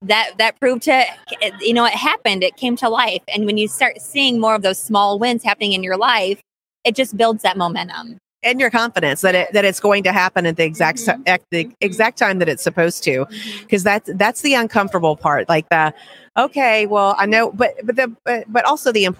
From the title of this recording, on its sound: LIVE From the ADHA Conference